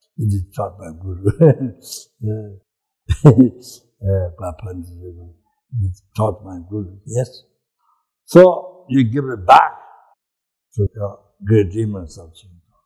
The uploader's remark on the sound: The teaching for this episode was recorded on December 10, 2017, at Kopan Monastery, Nepal.